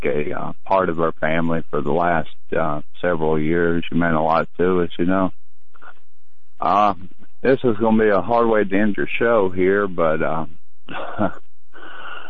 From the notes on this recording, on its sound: News followed by Open Phone Lines on The Hagmann Report. Open phone lines in the last 2 hours.